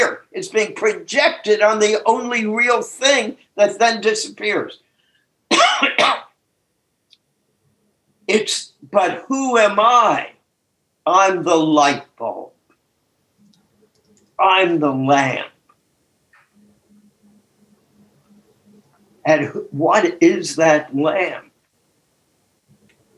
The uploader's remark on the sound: took us on a zoom journey